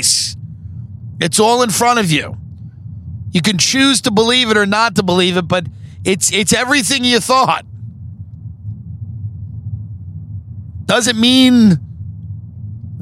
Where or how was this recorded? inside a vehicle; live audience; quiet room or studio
inside a vehicle